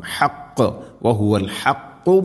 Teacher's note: ഹാ തൊണ്ടയുടെ മധ്യഭാഗം, ഖാഫും ചെറുനാക്കിൻ്റെ ആ ഒരു ഭാഗം